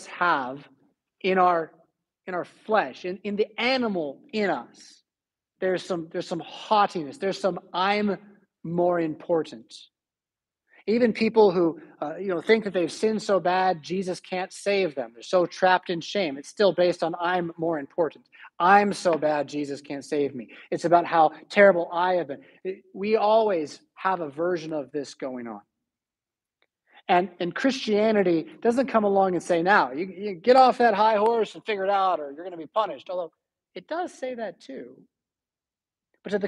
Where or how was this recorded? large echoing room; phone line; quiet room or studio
large echoing room